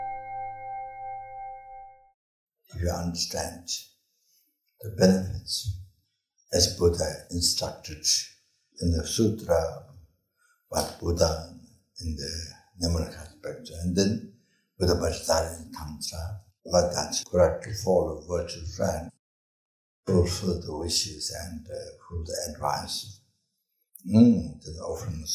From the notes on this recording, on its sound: At Amitabha Buddhist Centre, Singapore.